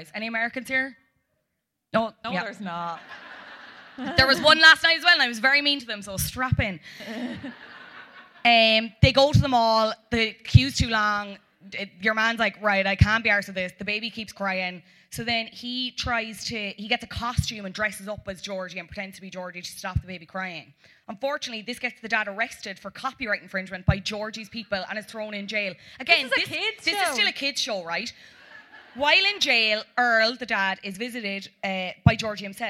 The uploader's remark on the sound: Live at Liberty Hall